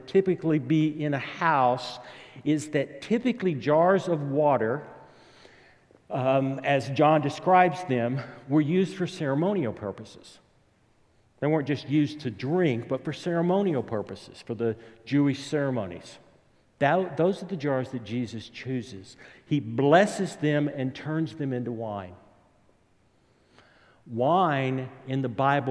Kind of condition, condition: setting, large echoing room